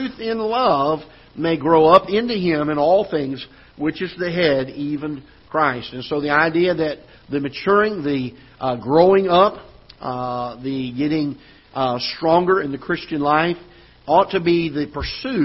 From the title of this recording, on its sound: Ketha Heights Baptist Church ~ Live Broadcast